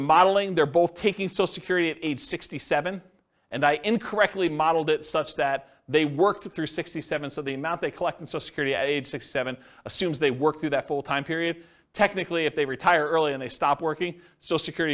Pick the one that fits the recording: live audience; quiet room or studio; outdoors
live audience